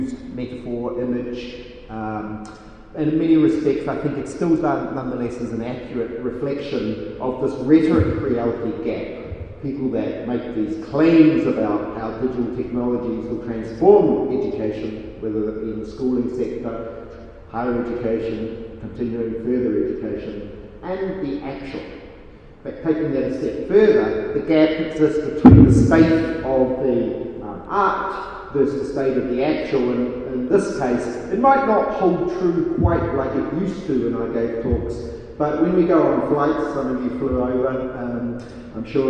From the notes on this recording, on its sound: speaks at SRHE Digital University Network Event